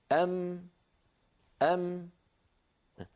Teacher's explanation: الشفتان تقرع إحداهما الأخرى ويصاحب ذلك غنة من الخيشوم